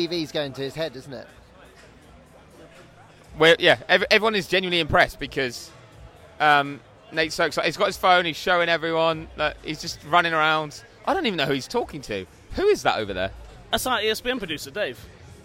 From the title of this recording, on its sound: Loud noises from an Austin bar